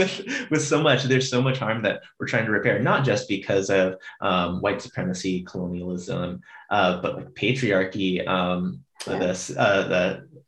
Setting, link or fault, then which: link, video call